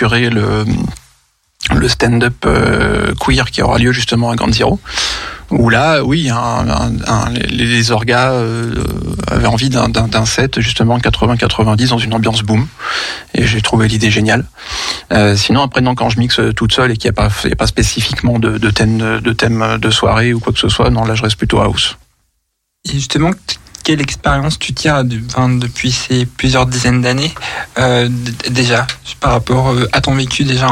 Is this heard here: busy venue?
no